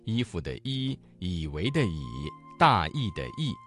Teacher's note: 韵母一和一开头的韵母都是前元音，发音的时候要注意舌面的位置，不要过于靠后，如果不是就会影响音质和清晰度。韵母一和一开头的韵母在声调上面要注意连贯性，不要将声调分开标注，否则就会影响语音的流畅性和准确性了。为了帮助大家对普通话拼音